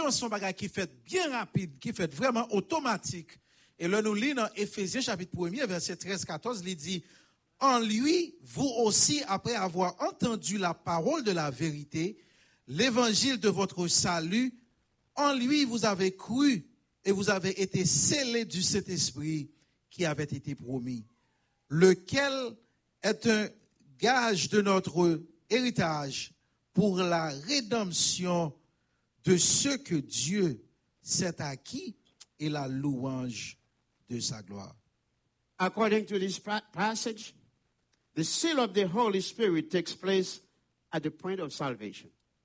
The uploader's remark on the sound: Sunday Service Live